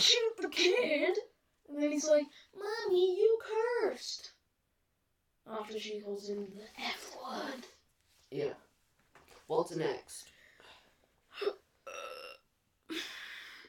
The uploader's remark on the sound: Very sorry about the audio on this one.